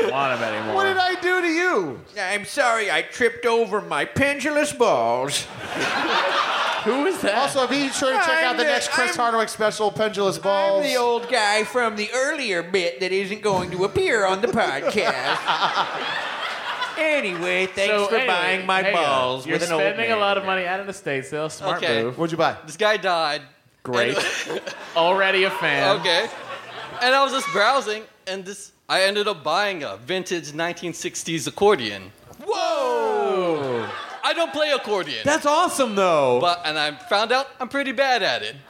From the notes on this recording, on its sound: Live from Fitzgerald's in Houston, Texas. Talk to a teacher audience member.